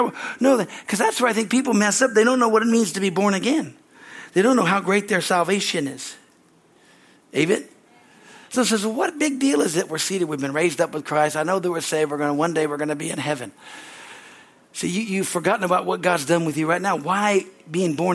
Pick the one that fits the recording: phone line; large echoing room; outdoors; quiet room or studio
large echoing room